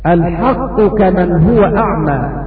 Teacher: فالقاف لا تدغم في الكاف لان القاف مشدده